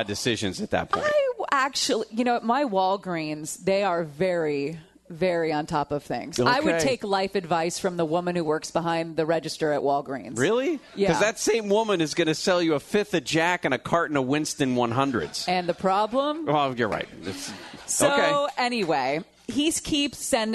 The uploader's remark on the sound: live at JT Schmid's Restaurant & Brewery in Tustin